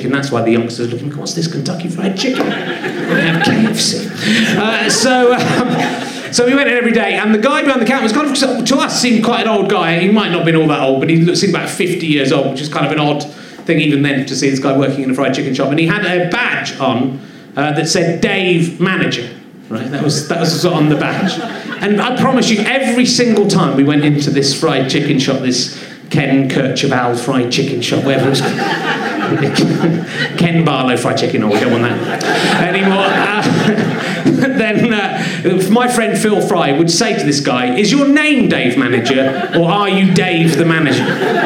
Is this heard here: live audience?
yes